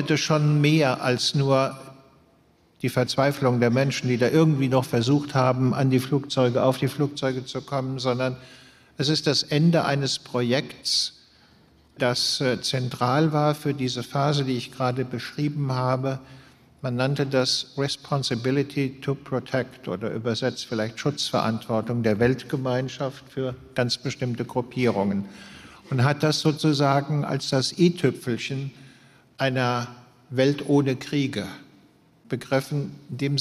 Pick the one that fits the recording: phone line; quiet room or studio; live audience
live audience